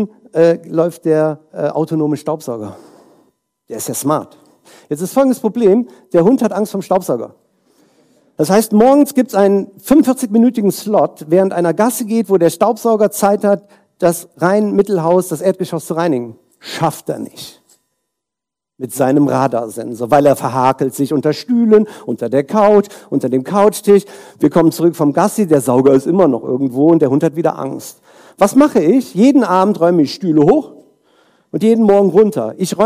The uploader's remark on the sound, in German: Inhalt der Folge ist ein Keynote-Mitschnitt